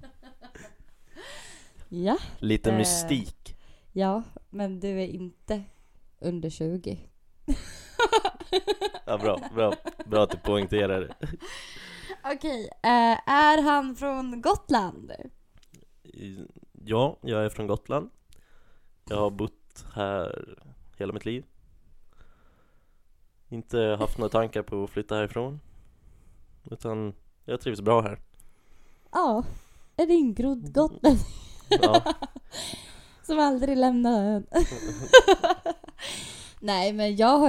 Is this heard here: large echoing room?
no